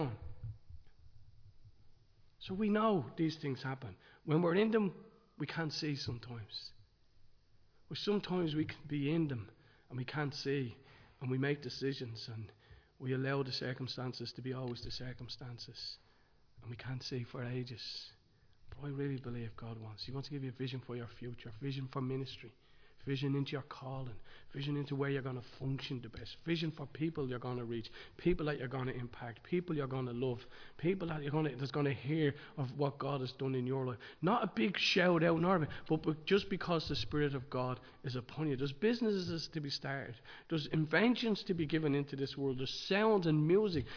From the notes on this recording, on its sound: Recorded live in Liberty Church on 15 January 2023